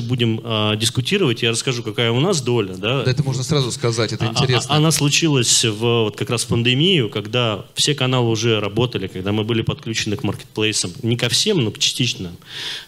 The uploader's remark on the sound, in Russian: Перед вами запись с конференции D2C Day.